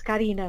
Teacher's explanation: a pronúncia do uso é com o A aberto